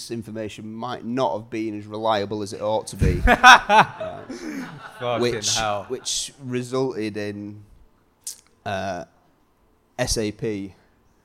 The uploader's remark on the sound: LIVE Podcast In Manchester. For the very first time, we took the LIVE podcast events we have done in London to Manchester.